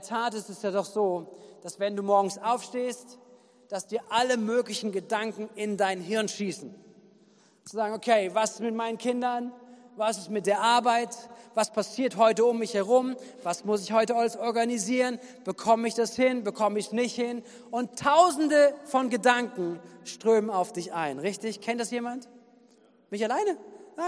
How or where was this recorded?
large echoing room